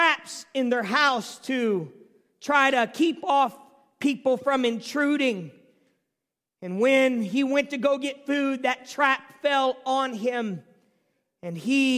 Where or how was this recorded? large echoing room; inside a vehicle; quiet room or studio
large echoing room